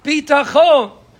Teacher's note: A Bitachon is when you pronounce it with the tam milara. That means on the second syllable.